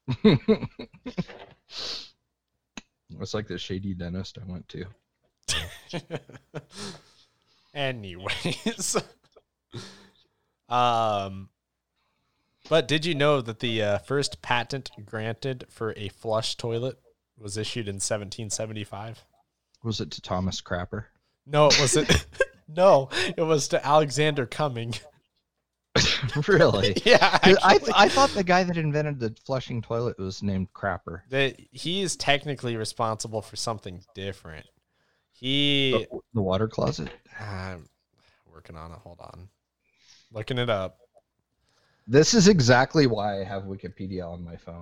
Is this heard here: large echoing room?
no